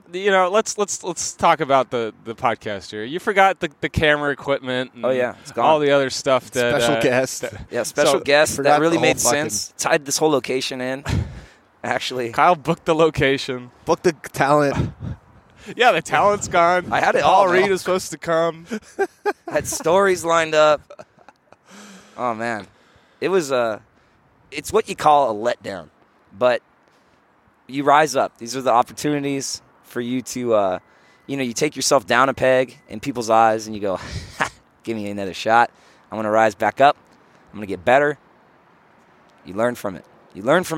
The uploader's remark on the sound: Live from another Greenfields bench